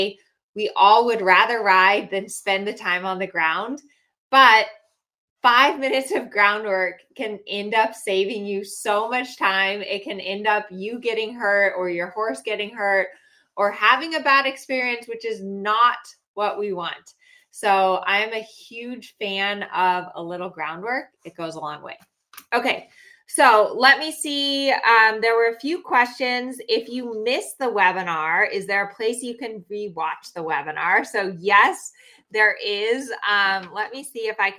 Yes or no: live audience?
no